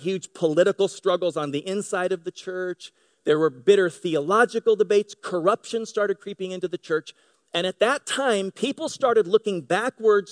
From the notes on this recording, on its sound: Delivered on 18 February 2018 at Grace Church of La Verne . At Grace Church of La Verne .